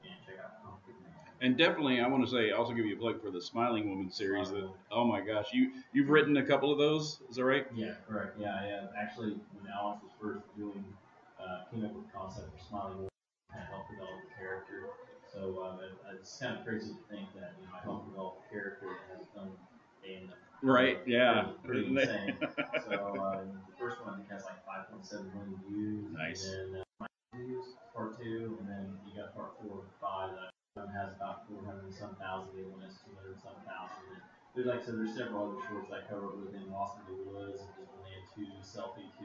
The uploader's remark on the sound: Live from the Eagle Theater. Broadcast live from the lobby of the Eagle Theater in Robinson, Il. They conduct interviews in the noisy lobby.